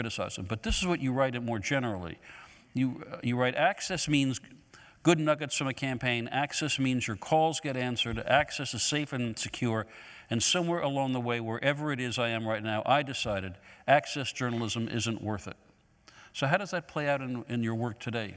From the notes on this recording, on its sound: recorded on March 18, 2018 in front of a live audience at New York's 92nd Street Y